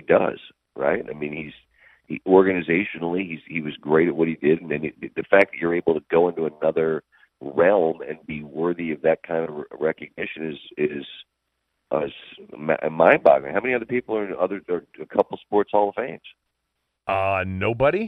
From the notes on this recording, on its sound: called